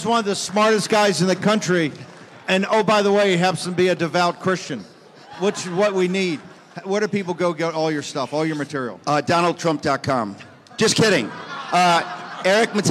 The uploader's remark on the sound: Live AMFest 2023